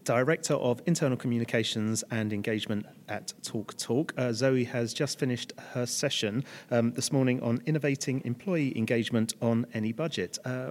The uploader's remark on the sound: The second of two episodes recorded at PRWeek's Strategic Internal Communications conference, where we caught up with a number of the speakers from the event.